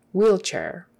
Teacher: E-E-L, C-H, and A-I-R always is pronounced air, air, wheelchair, wheelchair, accent on the first one